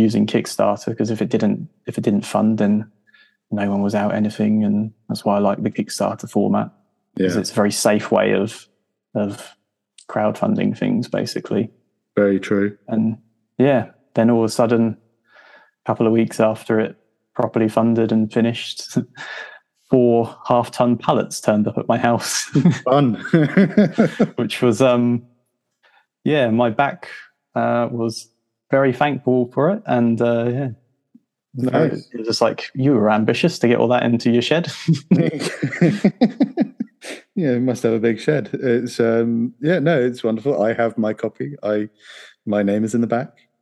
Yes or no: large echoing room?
no